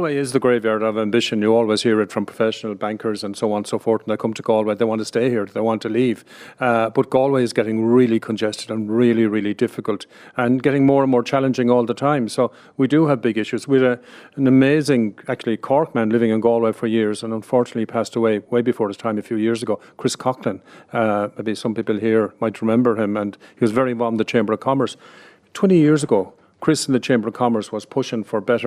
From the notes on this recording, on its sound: live from The Galmont Hotel in Galway